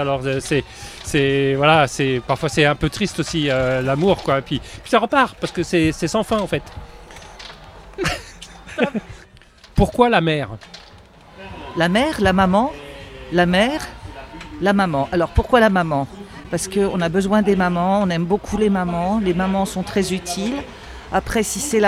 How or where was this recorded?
busy venue